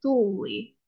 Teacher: there's a little bit of a pitch shift, tuuli, that often happens, it goes down a little bit